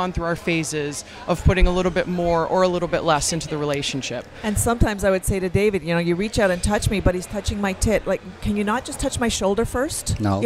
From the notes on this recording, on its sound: on location at Hedonism II Resort in Jamaica